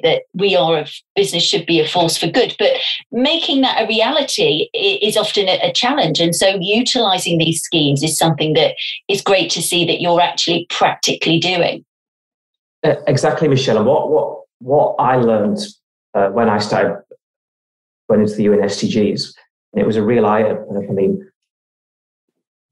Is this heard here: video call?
yes